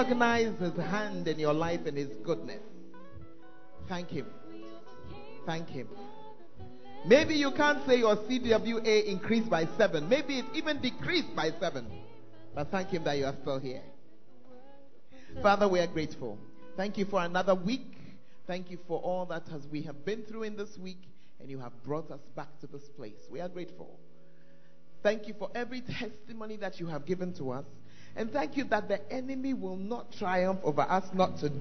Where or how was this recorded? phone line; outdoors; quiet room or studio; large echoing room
large echoing room